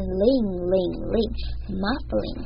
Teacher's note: 接下来呢 muffle 这个字加上 ing 变成 muffling, muffling, 直接把 L 跟 ing 连在一起念